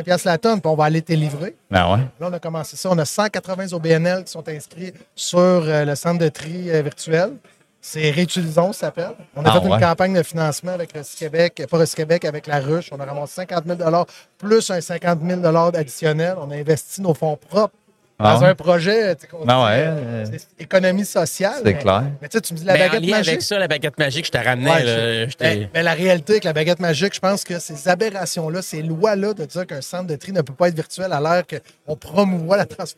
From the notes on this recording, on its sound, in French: En direct du Transal Saguenay